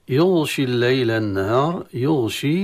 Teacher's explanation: يغشي الليل النهار، يغشي ننتبه أن هنا الغين لا يقلب إلى قاف، خاصة الغين في حالة في المخرج قريبة من المخرج القاف، الغين من أدنى الحلق والقاف من أقصى اللسان في تقارب